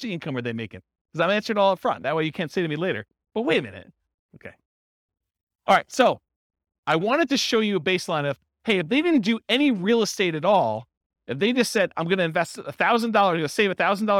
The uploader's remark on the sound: This was a live class recorded